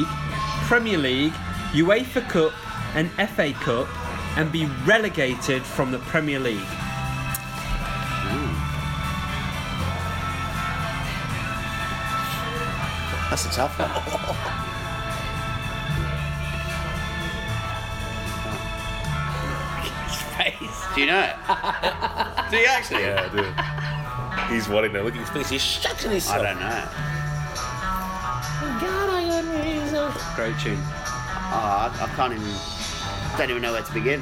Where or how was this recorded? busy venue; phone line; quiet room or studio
busy venue